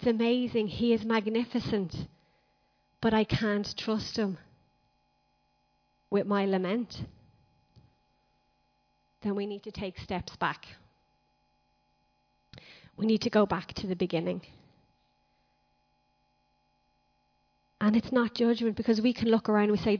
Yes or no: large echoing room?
yes